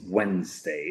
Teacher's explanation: mucha gente dice Wednesday con una D, pero la D tampoco se pronuncia